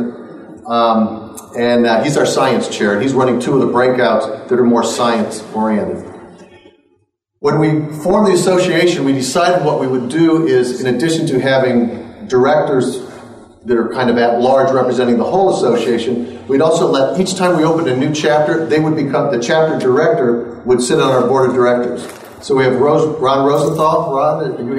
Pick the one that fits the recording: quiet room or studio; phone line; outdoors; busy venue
busy venue